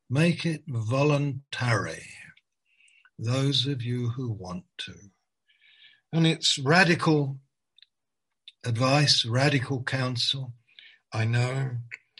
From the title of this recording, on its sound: Malaysia Meets (Zoom)